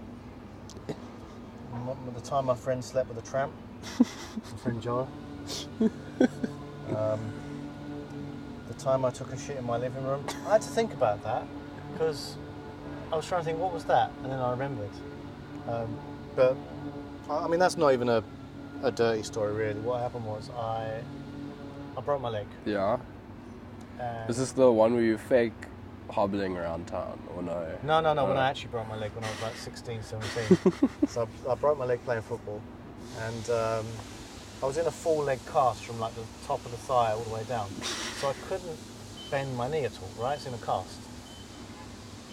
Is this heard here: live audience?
no